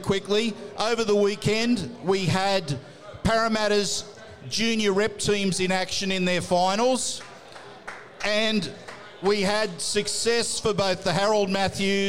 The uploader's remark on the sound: The Tip Sheet is live from Jacks Bar & Grill